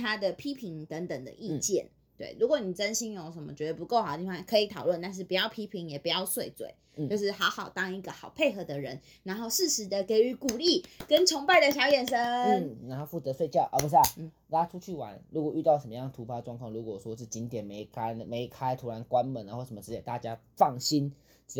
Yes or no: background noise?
yes